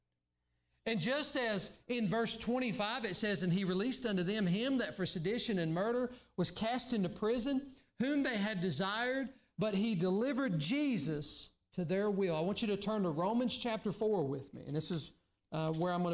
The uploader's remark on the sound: during the Sunday morning service on April 4, 2023, at Southside Baptist Church in Mount Airy, NC.